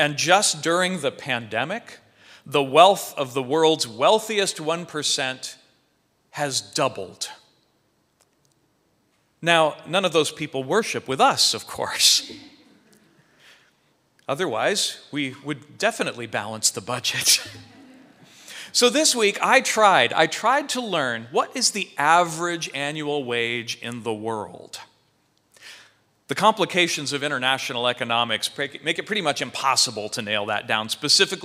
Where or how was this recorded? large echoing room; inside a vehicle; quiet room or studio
large echoing room